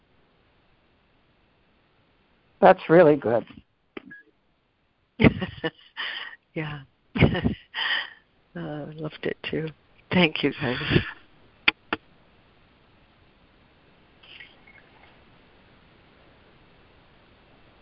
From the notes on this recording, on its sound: ACIM Daily Conference Call.